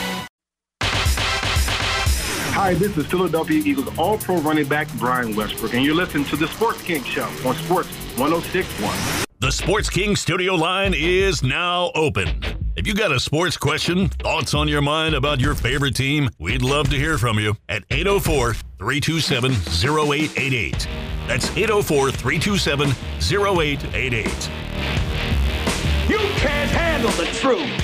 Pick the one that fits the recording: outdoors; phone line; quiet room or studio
phone line